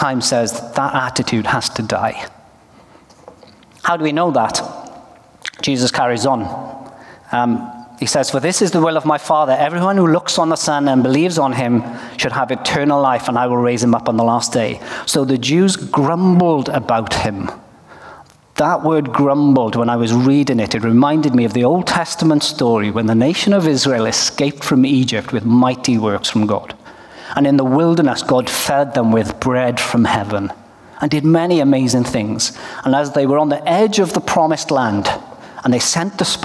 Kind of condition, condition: setting, live audience